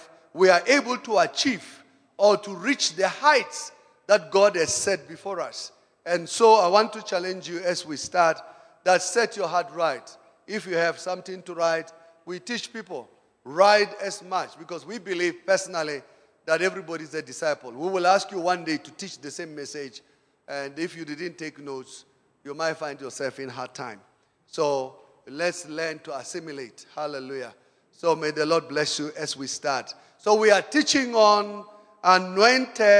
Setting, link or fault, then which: setting, large echoing room